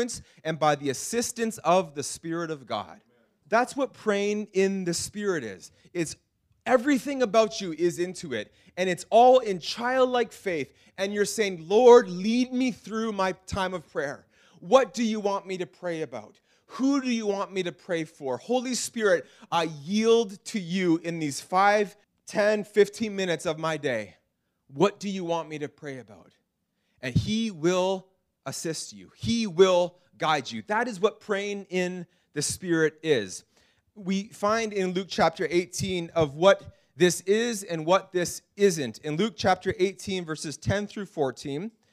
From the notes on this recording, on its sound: This message was preached in April 2019 at Freedom Life Church in Kitchener Ontario